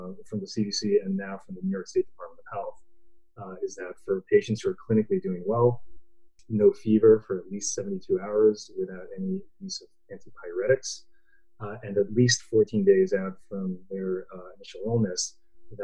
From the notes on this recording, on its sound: Please excuse any issues with sound.